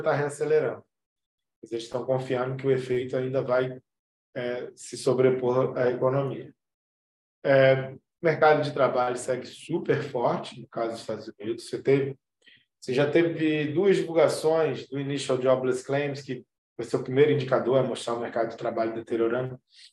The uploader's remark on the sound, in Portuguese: realizamos a conferência pelo zoom com transmissão simultânea pelo YouTube